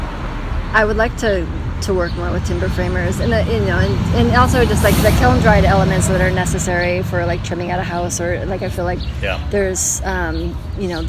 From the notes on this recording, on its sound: Please pardon some of the background road noise due to our street side cafe setting.